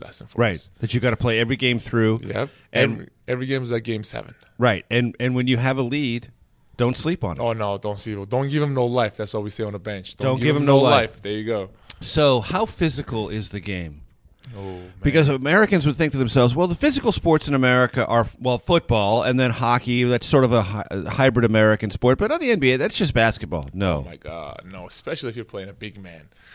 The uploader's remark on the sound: dinner at Bourbon Steak in Georgetown